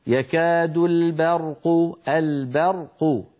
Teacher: انظروا إلى كلمة برق، فيه مثلا فيه ظلمات ورعد وبرق، الباء هنا جاورت الراء والقاف المفخمتان، الراء مفخمة والقاف مفخمة والباء لا يصح أن تتفخم، فيكون هكذا في قلو يكاد البرق البرق أو فيه ظلمات ورعد وبرق، فلا بد من ترقيق الباء وتفخيم الراء